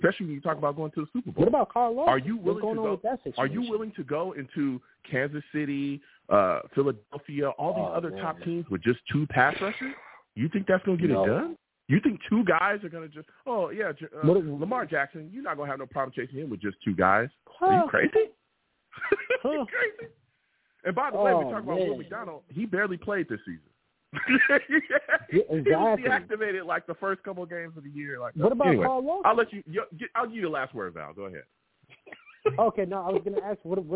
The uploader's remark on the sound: I take live callers!